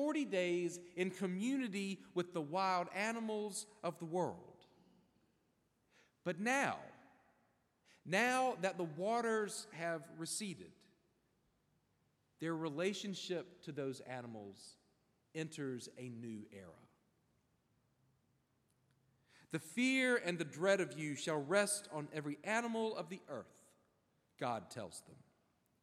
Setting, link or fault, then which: setting, large echoing room